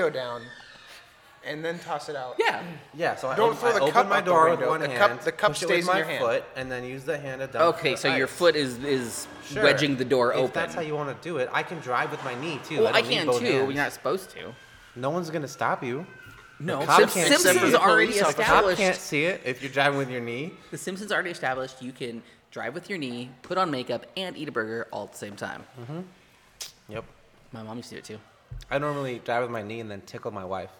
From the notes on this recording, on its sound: Recorded at Wildman Gastro Pub in Olympia Wa! Enjoy some good audio texture and so much more!